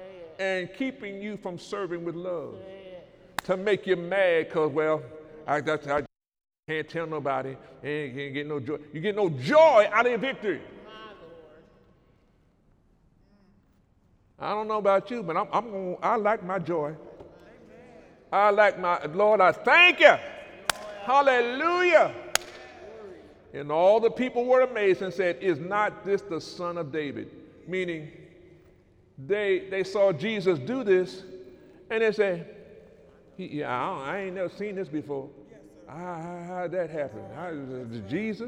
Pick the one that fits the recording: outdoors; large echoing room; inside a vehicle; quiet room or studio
large echoing room